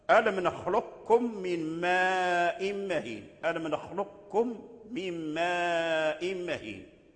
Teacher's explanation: القاف والكاف يخرجان من أقصى اللسان، أقصى اللسان، القاف من فوق أقصى اللسان والكاف أسفل · Term: أدغم القاف في الكاف